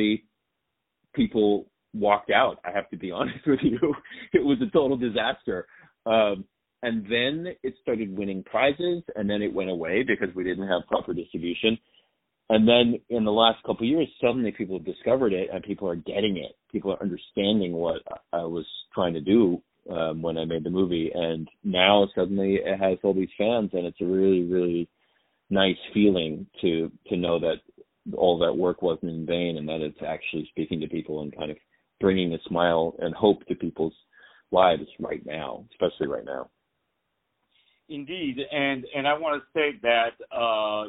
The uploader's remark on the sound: On the phone